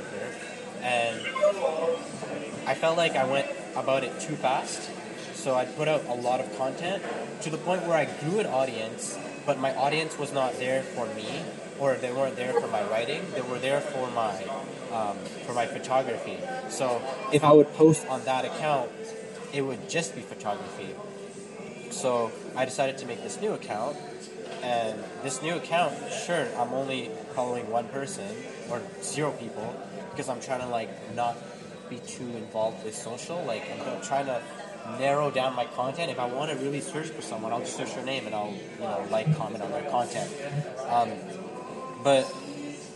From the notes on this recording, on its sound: I decided to pull my phone